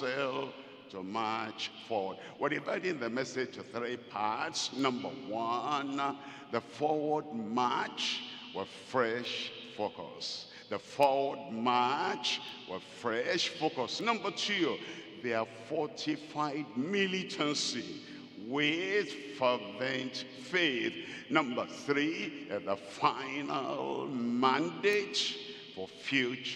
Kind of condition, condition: setting, large echoing room